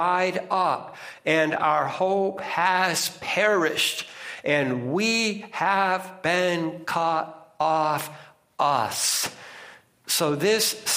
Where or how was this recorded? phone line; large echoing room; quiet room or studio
large echoing room